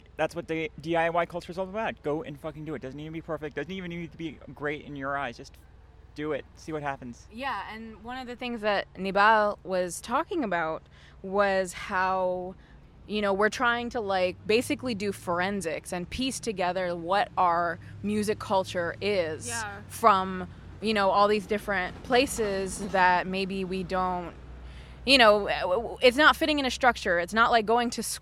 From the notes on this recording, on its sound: This episode is from the Yallapunk festival (year 3).